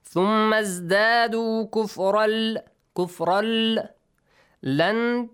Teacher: Merging idgham, but without ghunna, yes? No nasal sound, just merge them. And do not prolong it for two counts, just one count, just merge them together.